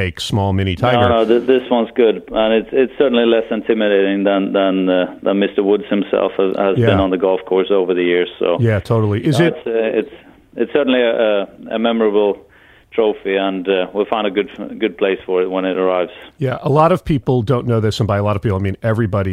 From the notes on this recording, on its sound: over the phone